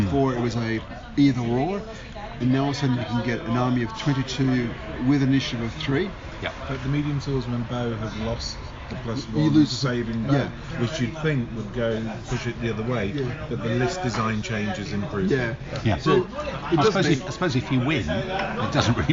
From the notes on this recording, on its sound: A multi-session podcast recorded "in the studio" in the UK ( aka on Zoom ), "in the field" abroad ( aka in a bar in Spain ), and "in the 1980's" ( aka in a coffee shop back in London with overly loud music playing in the background ). We are also joined by a number of special guests, and an even greater number of waitresses. Some of the audio is a bit murky, but you should be able to hear the clinking of wine and beer glasses clearly enough. Even in the bits when the words might get a little lost in the background hubbub.